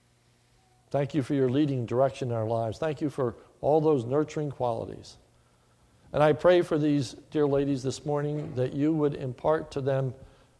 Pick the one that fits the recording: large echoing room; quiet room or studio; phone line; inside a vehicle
large echoing room